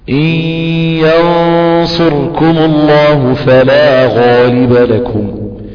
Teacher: إن ينصركم هتجيب غنة، لسانك مستعلي